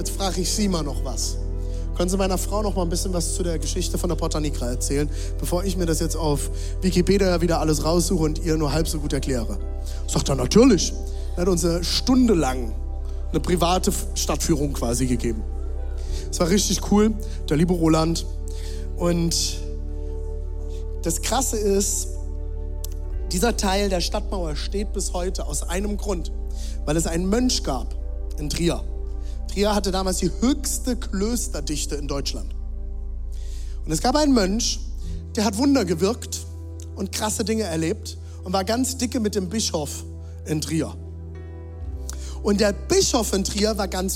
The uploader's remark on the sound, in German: Zeal Church Leipzig. Audiomitschnitt der Predigt.